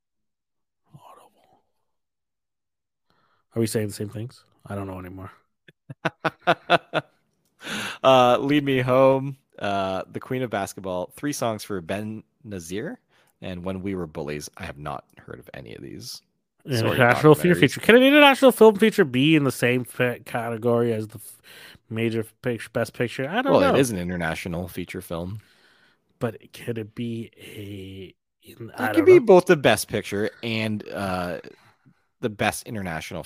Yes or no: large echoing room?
no